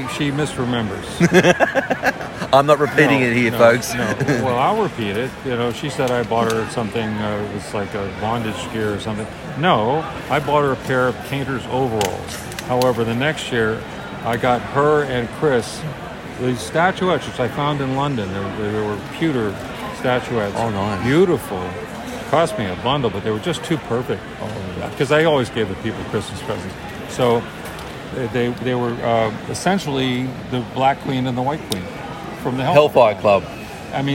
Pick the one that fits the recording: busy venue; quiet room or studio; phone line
busy venue